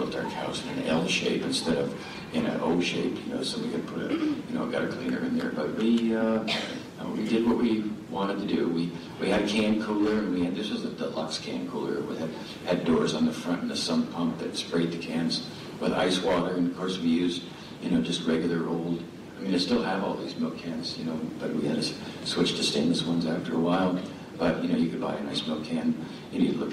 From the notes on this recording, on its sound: Keynote Address, 2015 Farmer-to-Farmer Conference, recorded 11/8/15 at Point Lookout, Northport, Maine